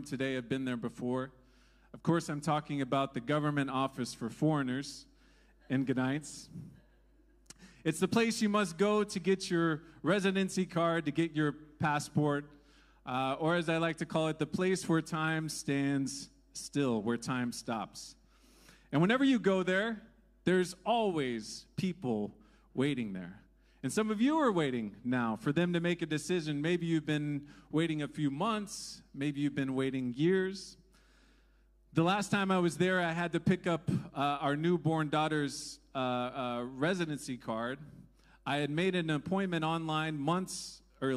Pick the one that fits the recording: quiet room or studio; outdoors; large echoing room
large echoing room